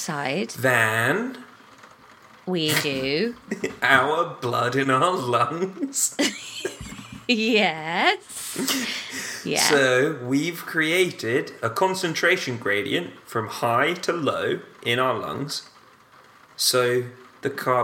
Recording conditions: background noise